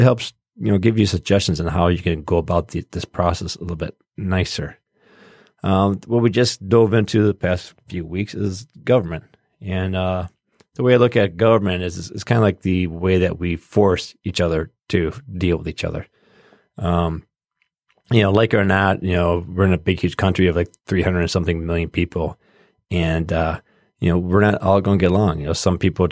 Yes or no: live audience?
no